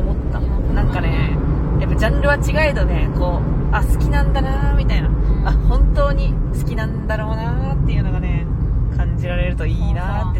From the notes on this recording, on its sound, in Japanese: 峠に行って走り屋と話したり、走ったりした。名前も知らない人の車に横乗りさせてもらいました。眠気覚ましのために車内で録っていたので、雑音まみれです。